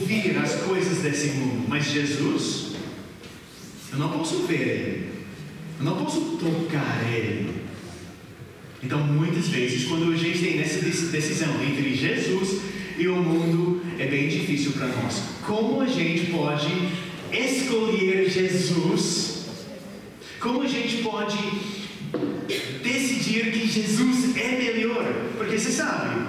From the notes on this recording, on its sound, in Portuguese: Mensagem gravada na Igreja Batista Jardim Minesota